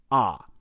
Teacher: Phoneticians, or linguists who study speech sounds, classify ah as an open vowel because it's produced with a fully open mouth without obstruction by the tongue or the lips